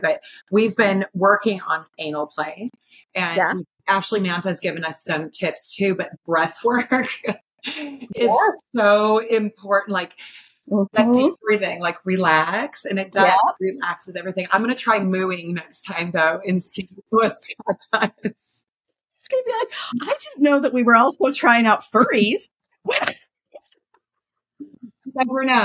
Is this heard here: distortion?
yes